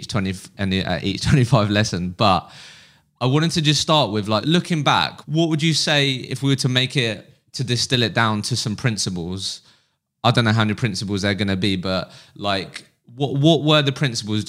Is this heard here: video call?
no